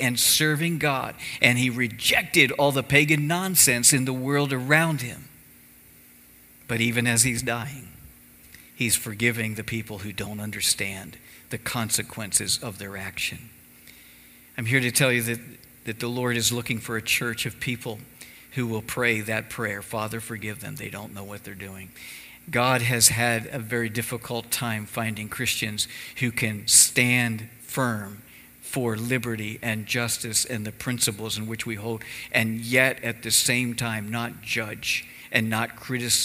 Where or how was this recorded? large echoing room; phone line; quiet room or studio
large echoing room